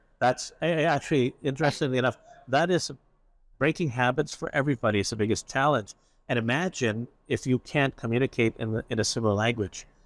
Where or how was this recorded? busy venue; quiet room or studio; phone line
busy venue